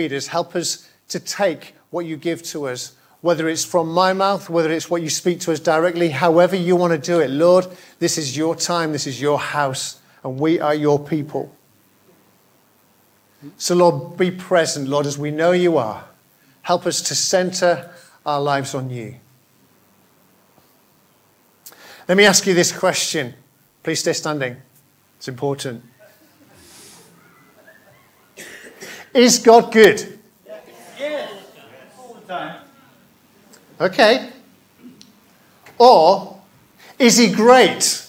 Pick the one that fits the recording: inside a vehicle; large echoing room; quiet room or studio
large echoing room